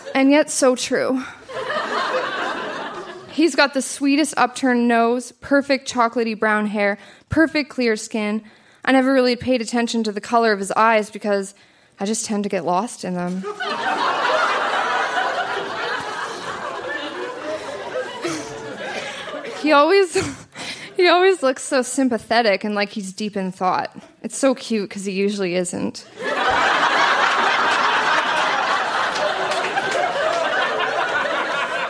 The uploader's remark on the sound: Recorded live at The Artesian in Regina.